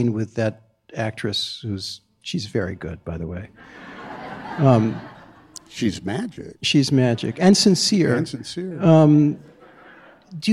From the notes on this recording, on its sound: onstage at Symphony Space as part of The New Yorker Live